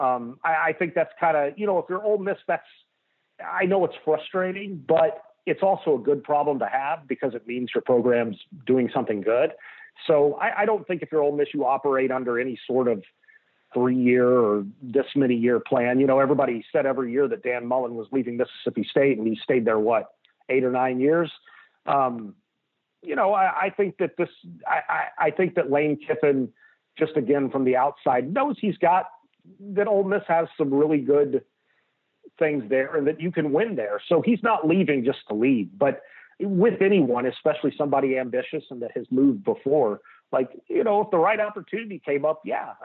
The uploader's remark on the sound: joined for an hour on the Modern Woodmen phone line